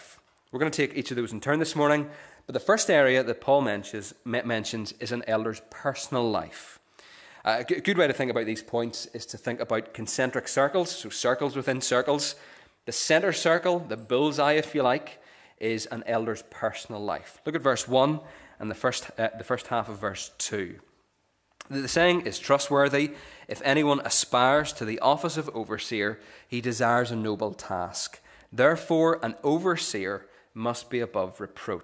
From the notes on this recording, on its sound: the recording of the Bible reading and sermon from our morning service on Sunday 10th September 2023